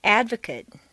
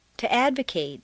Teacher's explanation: The stress stays in the same place, but the MAT in an adjective is completely reduced to MAT, whereas in a verb, it's a full A sound, MATE.